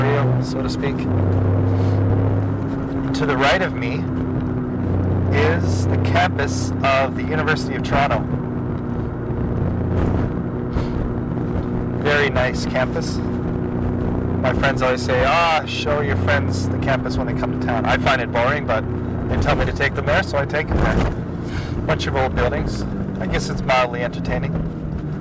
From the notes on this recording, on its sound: Talk and more talk in the car. More stuff around Toronto.